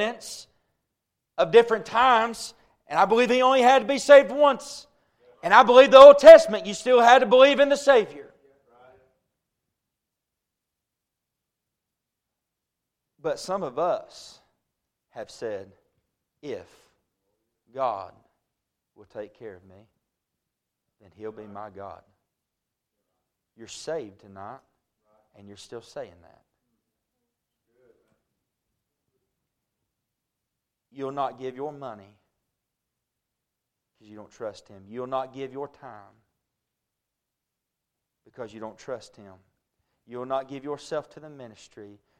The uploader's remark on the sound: A message preached at Crossroads Baptist Church